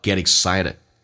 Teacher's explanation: get 跟 excited 有一个连音叫 getit， t 要浊化成 d 跟后面的 e 形成一个连音